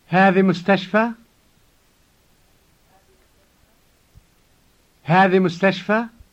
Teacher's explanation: you would make it sound like a question by making the tone of your voice rise.